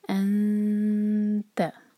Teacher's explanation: تو ہم اخفاء کے لیے آواز کو ناک میں لے جائیں گے، 2 سیکنڈز کا ٹائم دیں گے اور نیکسٹ لیٹر کے لیے زبان تیار کریں گے. فار ایگزامپل الف فتحہ، اس کے بعد نون ہو اور تا فتحہ ہو، تو ہم انتا نہیں پڑھیں گے، ہم پڑھیں گے انتا.